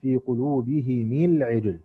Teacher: أبو عمرو ويعقوب بيكسروا الميم تبعا لكسرة الهاء